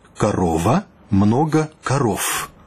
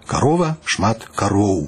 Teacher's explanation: Гук «в» у белорусской мове частей вымаўляецца только губами, ён санорны, не пераходзіць у «ф». · Shown in: second take · Звонкасць захоўваецца.